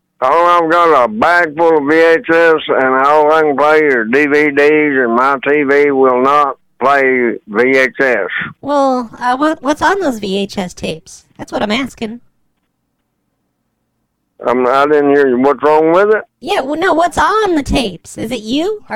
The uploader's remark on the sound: This show has crossed lines, weird connections, 1990’s phone operators popping in the line, and even a failed dial tone trick.